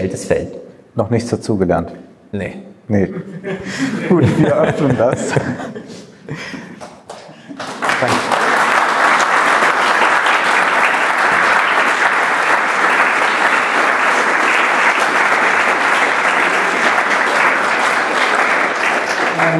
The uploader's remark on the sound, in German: In Sinzig vor Publikum.